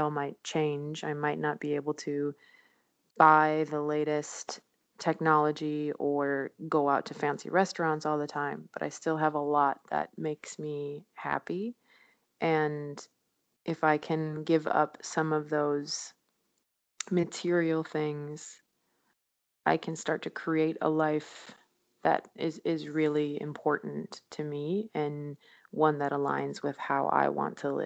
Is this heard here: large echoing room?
no